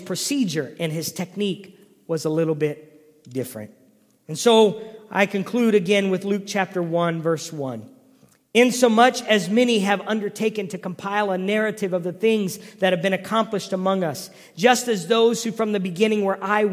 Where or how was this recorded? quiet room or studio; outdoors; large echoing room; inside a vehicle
large echoing room